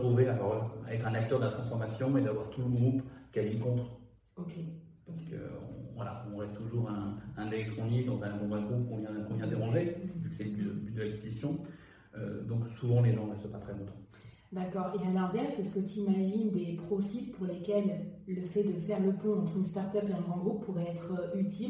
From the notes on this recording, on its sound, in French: on est désolés pour le son un peu cathédrale dû à l'enregistrement IRL